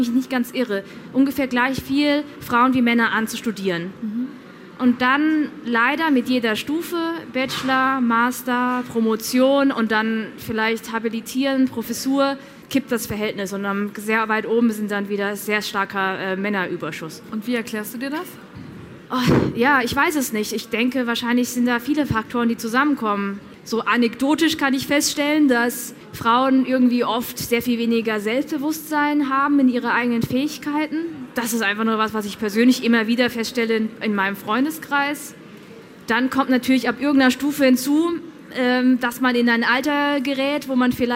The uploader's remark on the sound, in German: Diese Folge habe ich ausnahmsweise nicht unter vier Augen aufgezeichnet, sondern live vor Publikum auf der Tincon in Berlin. Das ist ein Festival für digitale Jugendkultur und quasi die kleine Schwester der Digitalkonferenz re:publica.